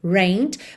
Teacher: No passado, rained, escreve rained, mas o E não é pronunciado, tá? Então você vai direto do N para o D